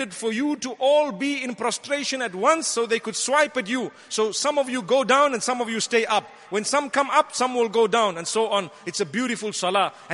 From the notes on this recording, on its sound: Delivered at Tuanku Mizan Zainal Abidin Musjid